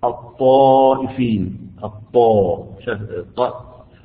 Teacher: أما لو تنطق مثلا حرف من حروف الاستعلاء الطائفين، الطاء، الطاء، الفم يمتلئ بصدى صوت الحرف طاء